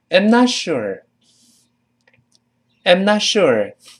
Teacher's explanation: I'm 就是 I am 两个单词有搜掠到一块儿，口语中嘛，追求效率和快速，那么变成一个 pearM。理论上我们都说 I'm–I'm。但是因为 I 是个代词，在这里面不是特别重要，对方知道你说的是自己嘛，所以 I'm 又会发生元音的弱化，原来的 I 也变成了 a